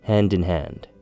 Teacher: Link the D at the end of hand with the word in to give you something like din. Follow that up quickly with the word hand again. · Term: linking words